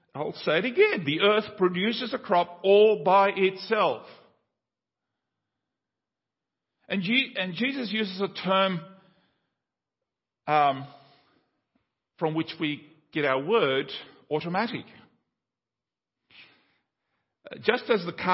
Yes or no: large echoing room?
yes